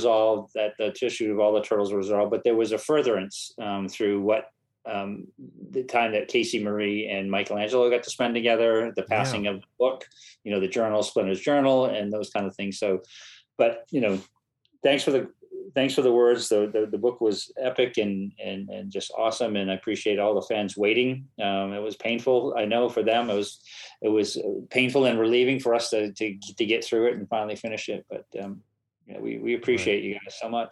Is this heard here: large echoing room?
no